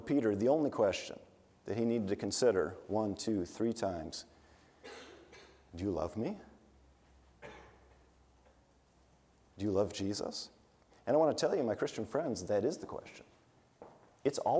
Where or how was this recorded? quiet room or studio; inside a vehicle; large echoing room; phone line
large echoing room